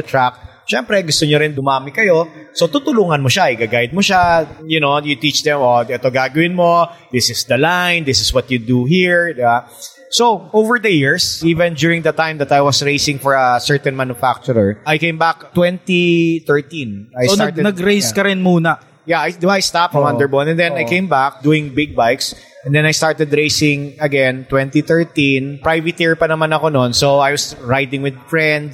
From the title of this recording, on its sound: live at Motora Azul Cafe Lounge 1955